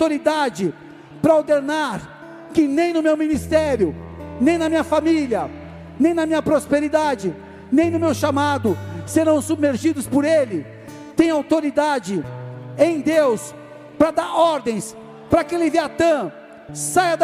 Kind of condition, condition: setting, large echoing room